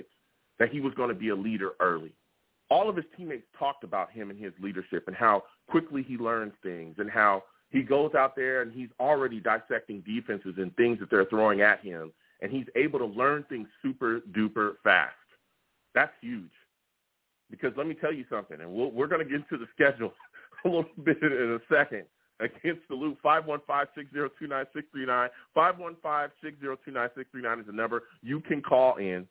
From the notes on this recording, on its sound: I’ll also take live callers!